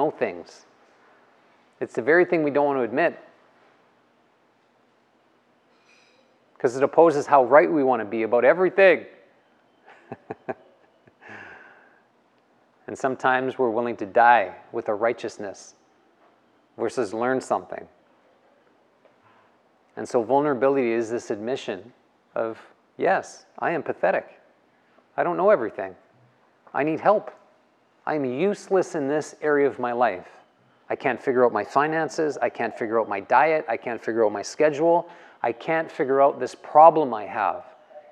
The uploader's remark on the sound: The live recorded lecture took place before a yoga practice at Peace Retreat in Los Pargos, Costa Rica in February of 2022.